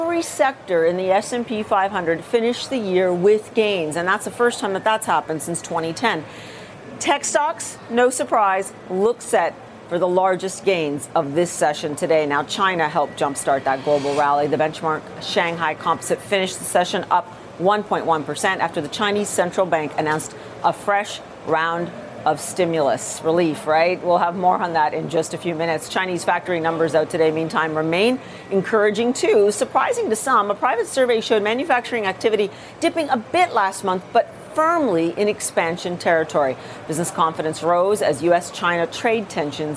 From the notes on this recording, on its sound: live from The New York Stock Exchange